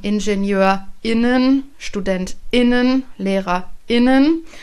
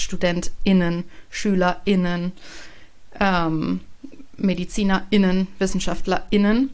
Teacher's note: durch so eine kurze Sprechpause, den Glottisschlag. Kann man auch Genderpause zu sagen.